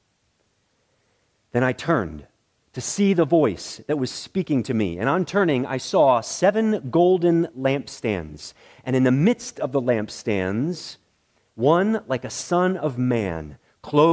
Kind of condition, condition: setting, large echoing room